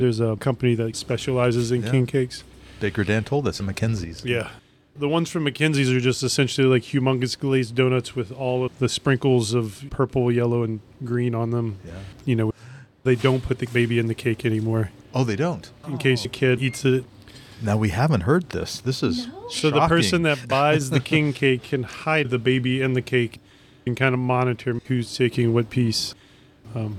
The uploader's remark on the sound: Previously unreleased recordings from Mardis Gras ’ past captured right here in Portland, Oregon… featuring live music, parades & even a Ball! Luckily, we have previously unreleased recordings from Mardis Gras ’ past captured right here in Portland, Oregon… featuring live music, parades & even a Ball!